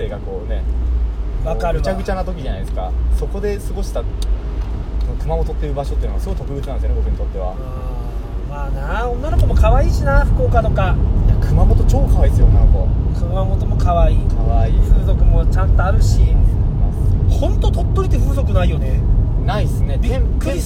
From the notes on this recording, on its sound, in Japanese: 遠方に向かう営業車の中で連休中の話をしております。